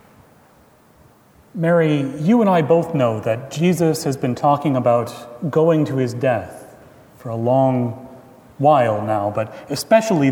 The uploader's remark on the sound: Recorded April 13, 2017 at Trinity Presbyterian Church in Bixby, Okla.